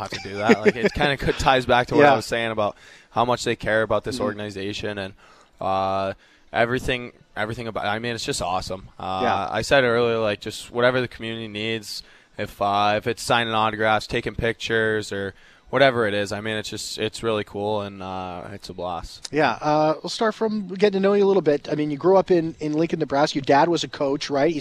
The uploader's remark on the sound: live at Jets Development Camp